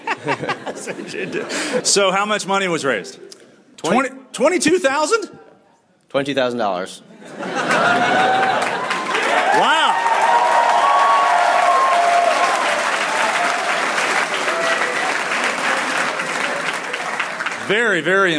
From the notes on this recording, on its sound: Live from Missouri S&T. We start with a live studio audience at Missouri University of Science & Technology.